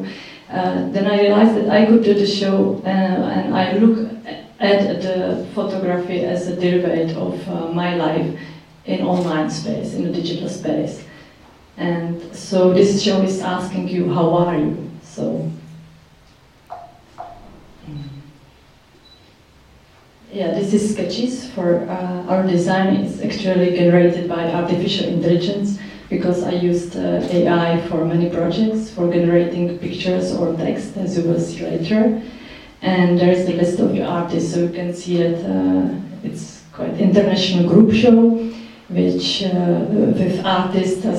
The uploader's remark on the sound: Recorded at the Czech Embassy Cinema in London